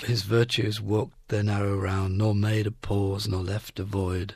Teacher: one of the ways in which it achieves its effect seems to me that the beats come very, very often and very, very heavily